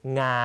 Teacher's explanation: เริ่มต้นที่วรรณยุกต์งางนะครับเสียงสูงไม่เปลี่ยนระดับนะครับ